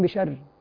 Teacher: والراي الاولى الراي الاثنين مرققين اصلا ما عنديش راي مفخمه